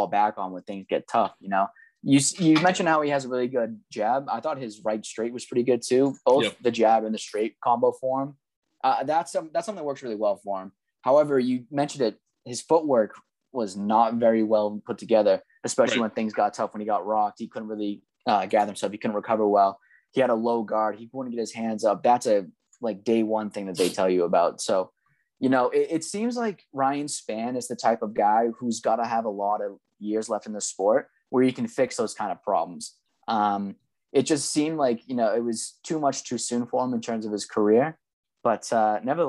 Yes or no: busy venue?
no